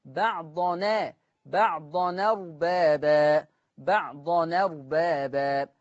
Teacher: على حركة الهمزة، والهمزة مفتوحة، فالفتحة تروح لمين؟ لحرف النون، فتبقى النون مفتوحة